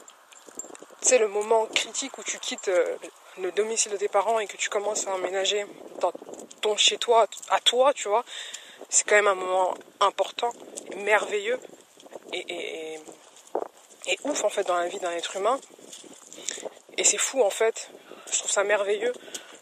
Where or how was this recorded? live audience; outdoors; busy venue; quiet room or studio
outdoors